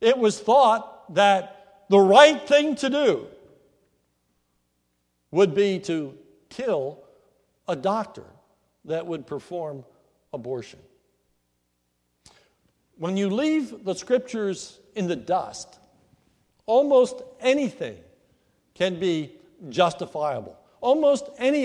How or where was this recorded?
large echoing room